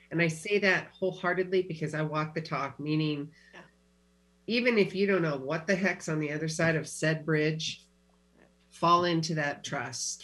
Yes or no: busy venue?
no